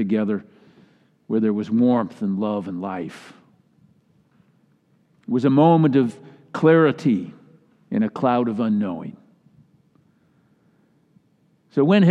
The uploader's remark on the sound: Delivered during the Traditional Worship Service